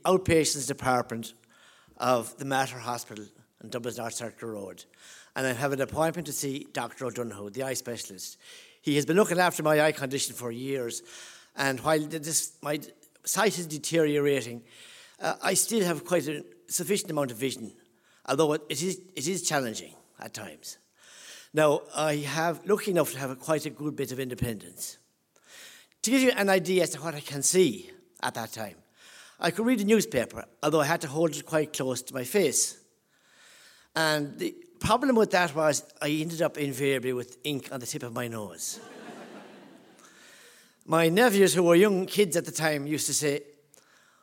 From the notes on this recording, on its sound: Recorded live at The Abbey Theatre.